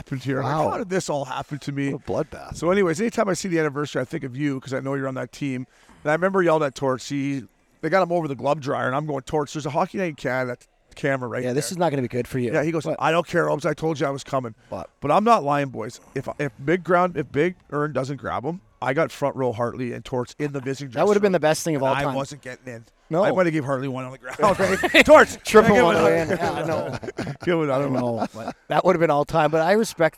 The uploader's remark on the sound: Recorded at DK Sportsbook at TPC Scottsdale